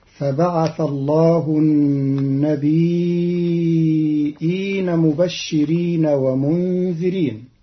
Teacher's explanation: قرأ قالون كلمة النبيين بتخفيف الياء ساكنة مع همز بعدها تبعا للأصل، فتصير هكذا: فبعث الله النبيين مبشرين ومنذرين.